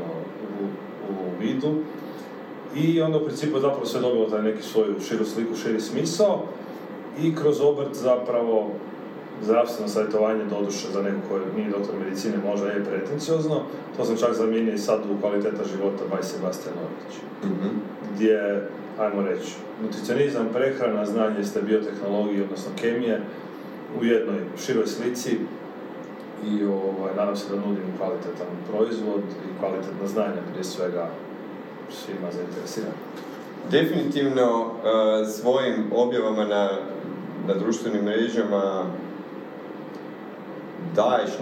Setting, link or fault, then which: fault, poor microphone